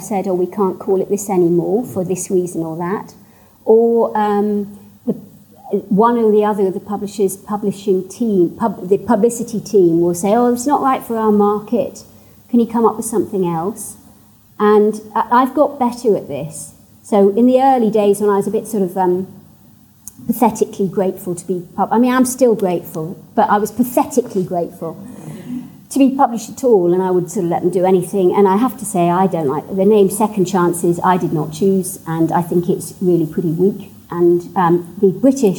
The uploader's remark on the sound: at the 2021 Marlborough Book Festival